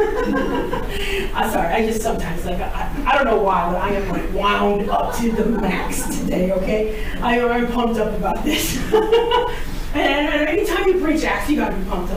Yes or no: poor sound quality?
yes